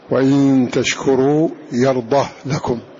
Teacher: وإسكان يرضه يمنه، فالياء هنا للسوسي، فهو يقرأ كما قال الناظم: وإن تشكروا يرضه لكم، بإسكان الهاء